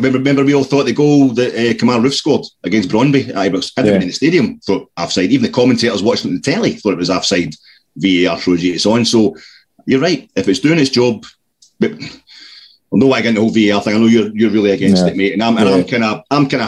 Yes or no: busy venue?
no